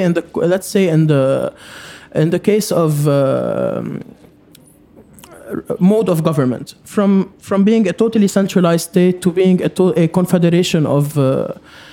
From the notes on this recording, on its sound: taped live at Aaliya's Books